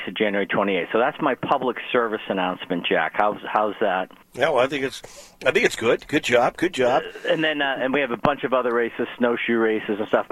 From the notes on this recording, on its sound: all called